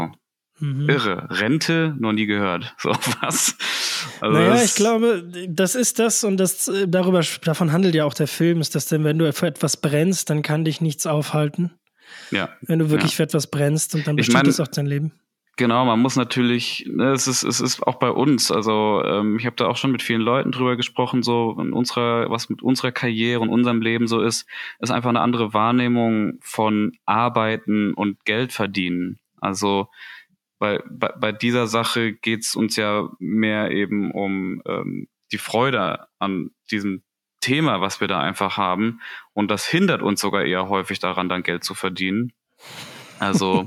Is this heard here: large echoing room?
no